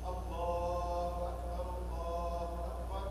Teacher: دقيقة لك، في لفظ التكبير باب التأكيد قلنا الجزم فيها فيجوز المد فيها حركتين، بل هو السنة أن تمد حركتين، الألف الساكنة قبل الهاء، يستحب أن تمد حركتين استحبابا، ويجوز مدها إلى ست